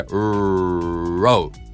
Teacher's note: 最初はこれ子音の R なんだよ。あの舌を引いて唇を丸めて